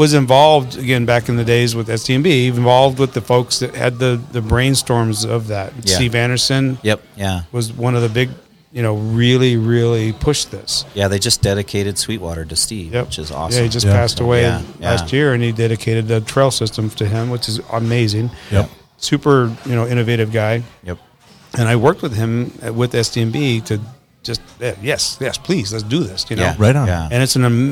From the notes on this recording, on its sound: Recorded onsite at the brewery